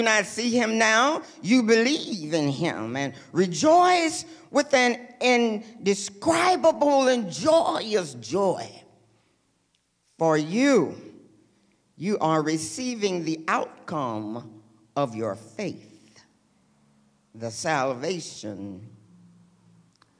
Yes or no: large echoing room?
yes